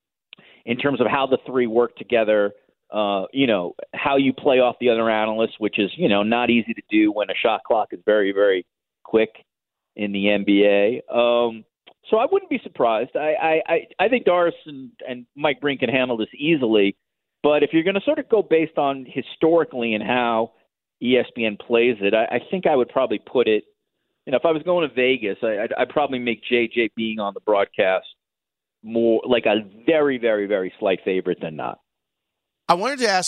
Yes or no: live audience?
no